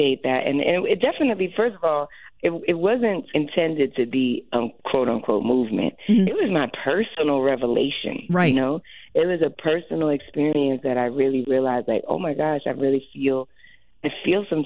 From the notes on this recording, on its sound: Get on the phone line with the decorated vocalist.